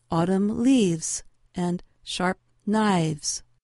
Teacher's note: Sometimes a consonant changes, as with words that end in an F sound, such as leaf. The voiceless sound F takes on a voiced quality, or V, and an S sound is added to the word.